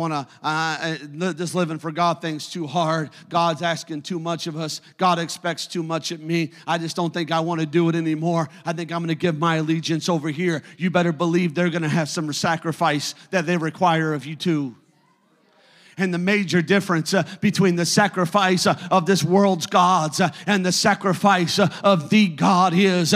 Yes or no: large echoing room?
yes